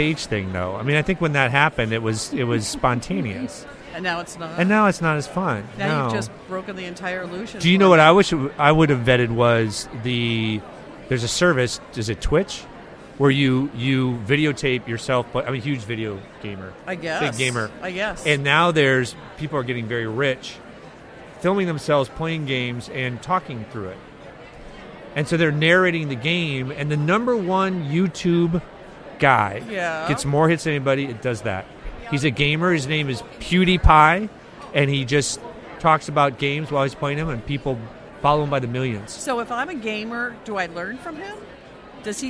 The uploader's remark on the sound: This special episode is part of a series recorded live at the 2014 SHSMD Conference in San Diego.